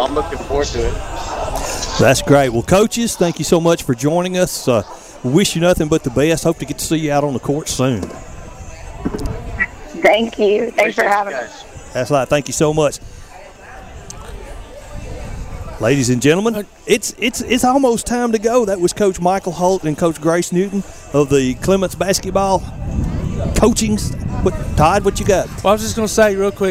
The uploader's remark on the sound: Live at 'Hope for Athens' at Swan Creek Park